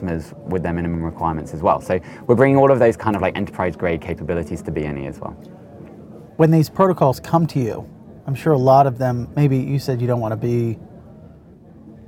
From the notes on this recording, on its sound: Recorded at Paris Blockchain Week 2023.